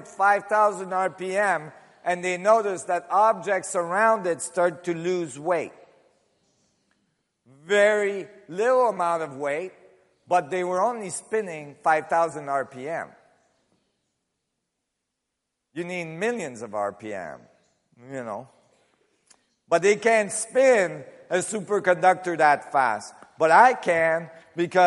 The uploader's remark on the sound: conference held in Barcelona in November 2010